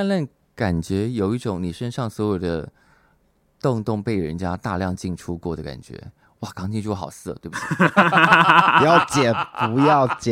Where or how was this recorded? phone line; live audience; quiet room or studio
quiet room or studio